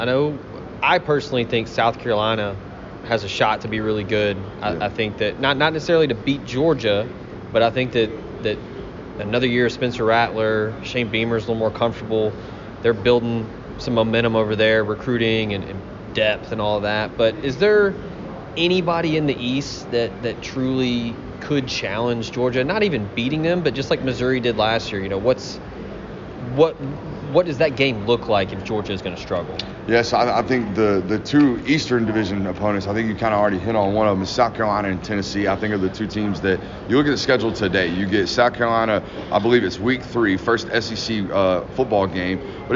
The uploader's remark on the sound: LIVE! From SEC Media Days